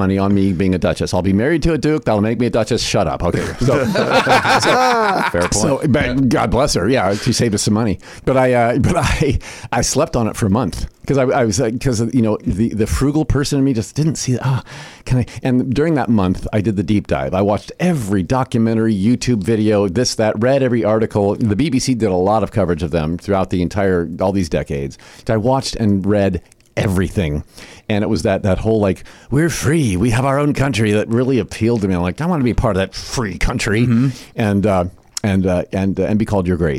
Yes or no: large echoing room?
no